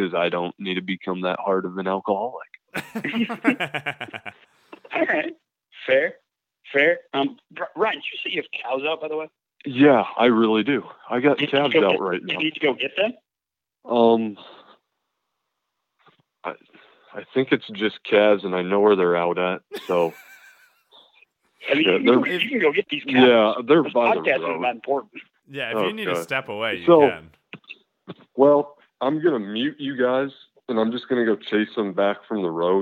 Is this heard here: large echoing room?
no